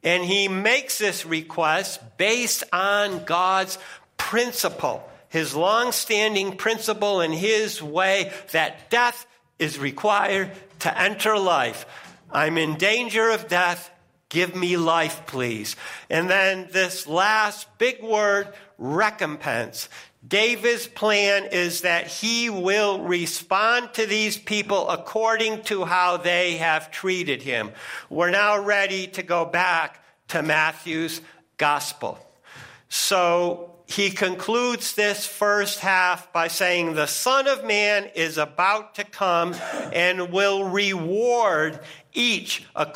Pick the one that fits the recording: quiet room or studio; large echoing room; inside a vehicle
large echoing room